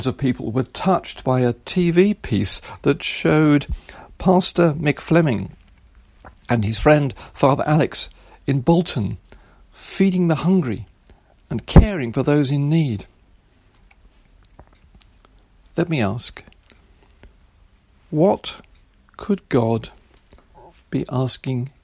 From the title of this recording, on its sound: Recorded Service for Christmas Day 2020